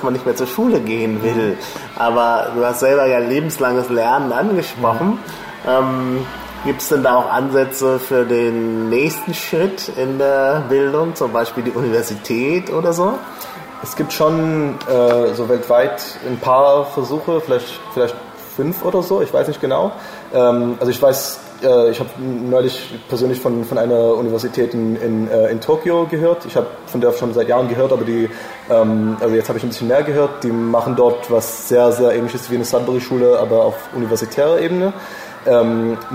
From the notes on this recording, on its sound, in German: Die Aufnahme fand in einem Café statt. Bitte entschuldigt die unvermeidlichen Hintergrundgeräusche!